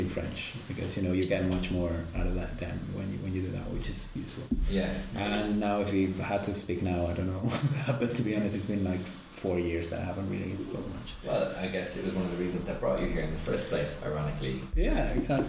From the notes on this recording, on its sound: Just a quick note before we begin on the sound quality in this episode. It’s the first time we’ve had 6 people in the studio, well actually we couldn’t fit in the studio so it was recorded in a different room, so the quality of the sound isn’t quite what you deserve.